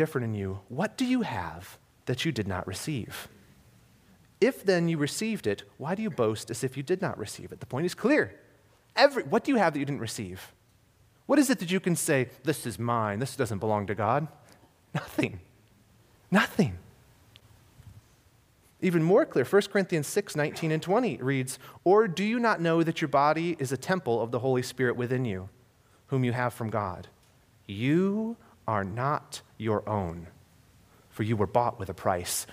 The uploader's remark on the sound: This was a sermon I recently delivered at Harvest Bible Church Detroit. This was a sermon I recently delivered at Harvest Bible Church Detroit.